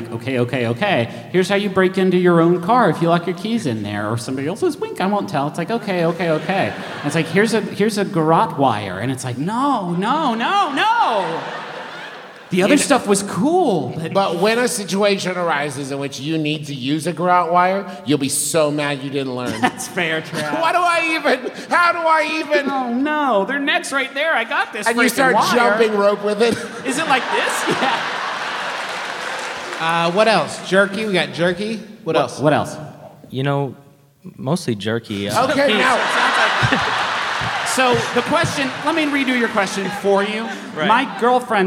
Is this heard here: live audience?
yes